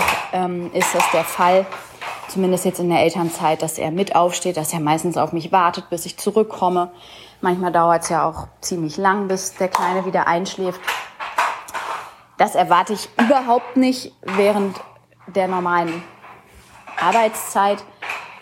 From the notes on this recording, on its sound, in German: Ohne Konzept und Rücksicht auf Tonqualität mein Sohn spielt im Hintergrund.